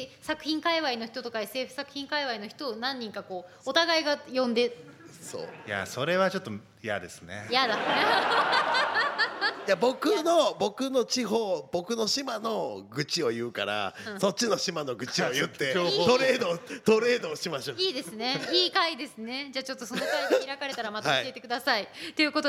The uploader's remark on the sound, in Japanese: 公開収録回。